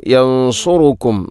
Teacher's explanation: യൻസുറുക്കും എന്നതിൽ ഇഖ്ഫാവും ബിഗുന്നയുണ്ട്, സുക്കൂനുള്ള നൂനിന് ശേഷം സ്വാദ്, അവിടെയും ശ്രദ്ധിക്കണം, യൻസുറുക്കും സ്വാദാണ്.